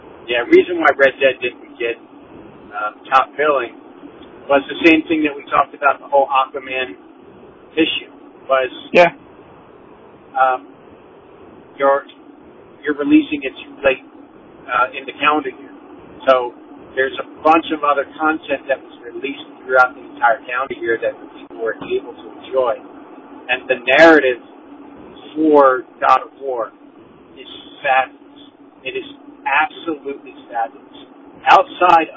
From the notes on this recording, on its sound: this time via phone